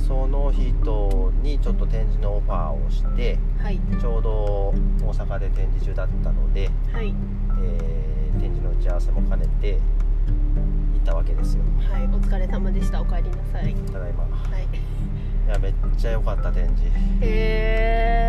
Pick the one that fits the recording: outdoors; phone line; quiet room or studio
outdoors